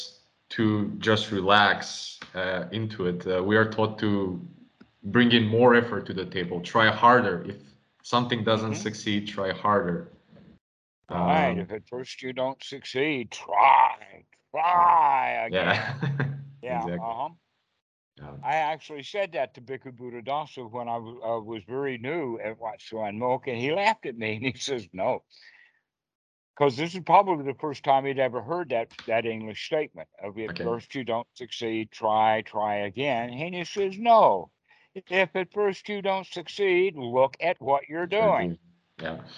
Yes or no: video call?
yes